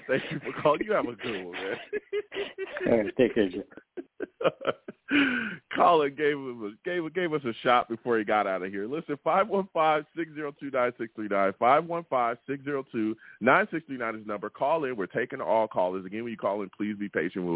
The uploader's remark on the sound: I take live callers!